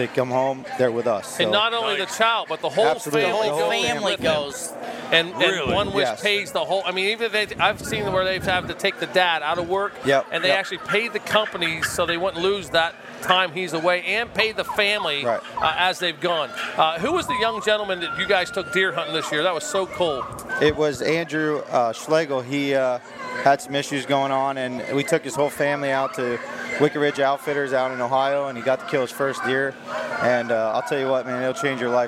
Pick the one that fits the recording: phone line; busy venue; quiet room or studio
busy venue